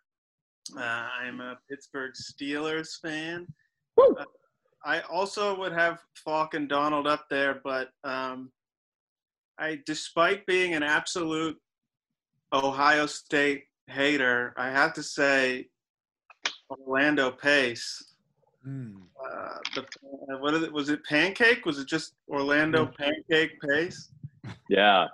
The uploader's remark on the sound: Got on a Zoom and did a virtual mock draft.